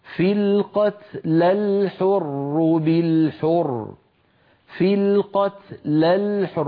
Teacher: مع لام التعريف في كلمة الحر واجتمع ساكنان أولهما حرف مد، فالعرب في مثل هذه الحالة يتخلصون من التقاء الساكنين بحذف الأول لأنه حرف مد